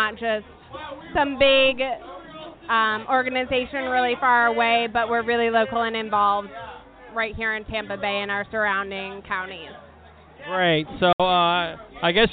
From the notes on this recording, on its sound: Suncoast Credit Union Gasparilla International Film Festival 2017. Airing a couple audio clips from interviews he conducted while at the festival.